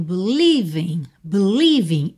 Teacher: a palavra believe, ela tem a sílaba tônica no li